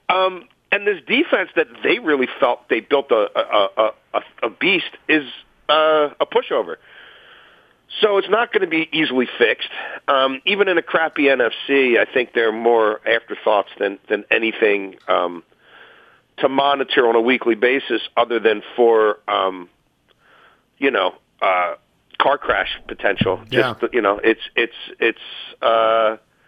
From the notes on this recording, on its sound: Calls in to talk about. Phones.